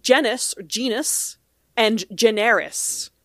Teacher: So the S changes to a Z sound between two vowels, and then that Z can change to an R because if you're producing your R sort of with, like, with the tongue near the front of the mouth, that's kind of also where you're pronouncing a Z sound.